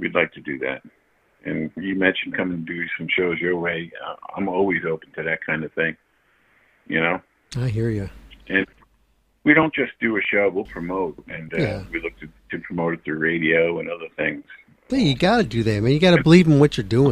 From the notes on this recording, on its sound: On this episode we have old friend of the show give us a sneak call in.